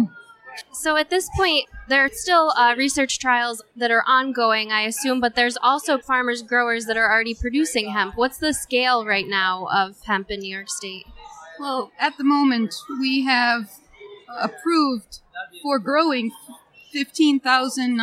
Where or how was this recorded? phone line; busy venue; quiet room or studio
busy venue